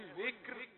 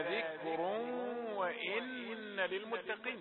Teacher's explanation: إذا وقفت عليها فالراء مرققة ونقف عليها بالسكون · Shown in: first take · ذكر، لأنها سكنت بالوقت بعد كسر، وإن كان هناك فاصل وهو الكاف فلا يعتد به.